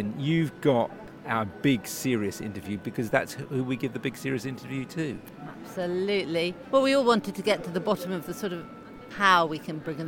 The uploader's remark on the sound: Barcelona for the World Parkinson Congress. From the floor of the conference.